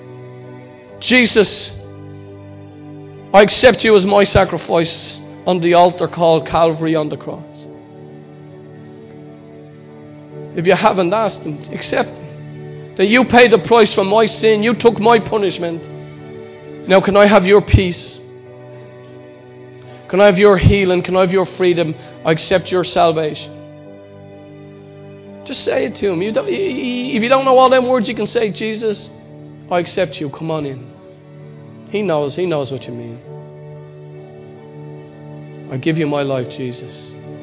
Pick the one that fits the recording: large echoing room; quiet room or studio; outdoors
large echoing room